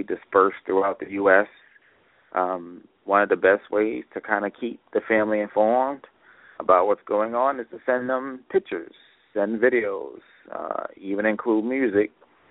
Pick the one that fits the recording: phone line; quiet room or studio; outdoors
phone line